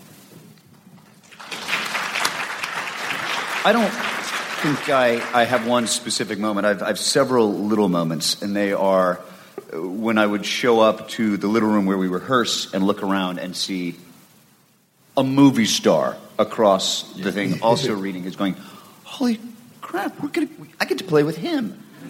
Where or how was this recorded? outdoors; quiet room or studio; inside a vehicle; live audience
live audience